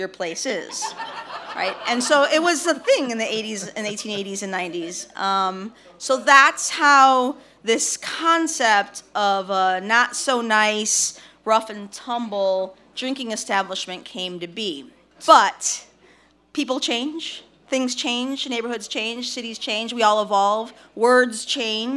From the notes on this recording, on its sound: Curious City Live from Carol’s Pub.